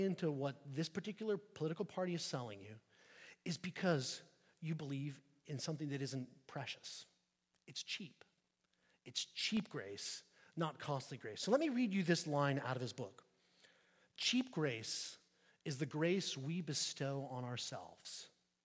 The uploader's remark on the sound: at St Peter the Fisherman, New Smyrna Beach